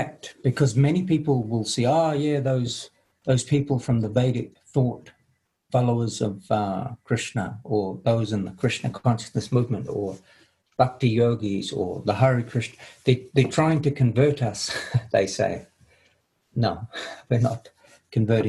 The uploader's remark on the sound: Latest Zoom meeting.